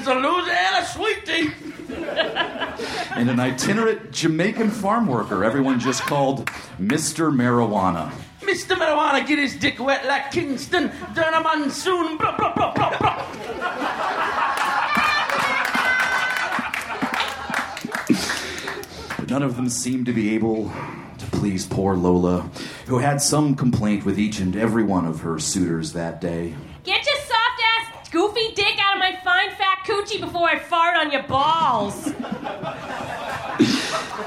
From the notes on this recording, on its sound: Recorded live at The Virgil in Los Angeles.